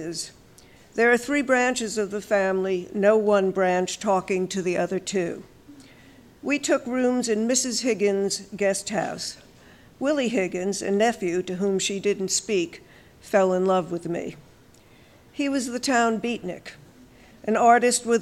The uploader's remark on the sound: On Stage at Housing Works Bookstore Cafe. We've got clips from the launch for A Book of Uncommon Prayer, our Tumblr Writers BEA Party, and Triple Canopy Presents: On Folly.